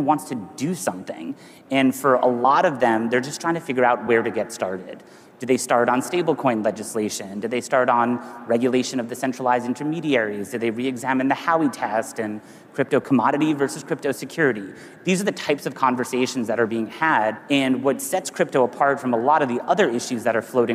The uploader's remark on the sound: A Consensus 2023 panel